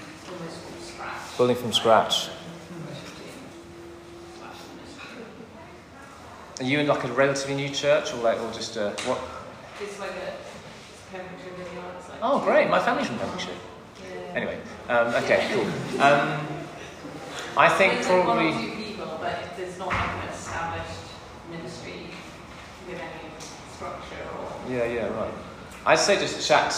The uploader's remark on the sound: Recorded live at the Vineyard worship gathering "Come Holy Spirit".